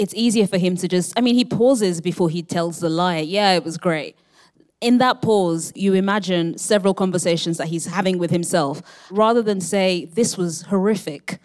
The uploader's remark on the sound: Recorded live at the Now Hear This Podcast Festival.